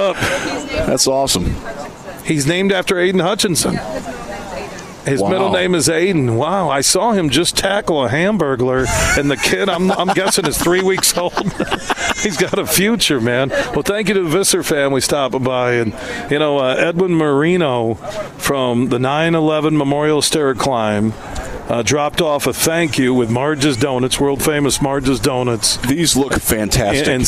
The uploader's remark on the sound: Today we're broadcasting live from the McDonald's in Grandville on 44th Street as McDonald's of Michigan is kicking off their "Best Burger" campaign.